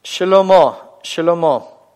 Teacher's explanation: мы произносим первую шва, поскольку первая буква слова.